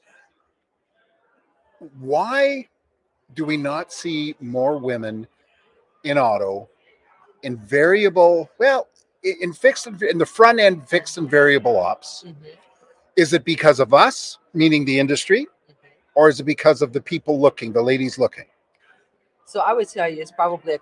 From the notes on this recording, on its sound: at Driving Sales LIVE in person at the Driving Sales Event in Las Vegas